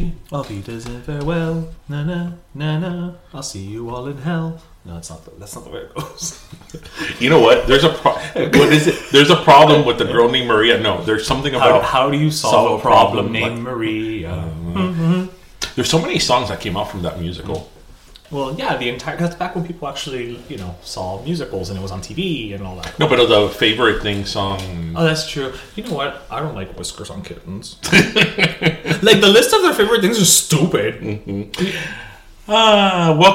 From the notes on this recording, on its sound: Did we record this ep in a cave.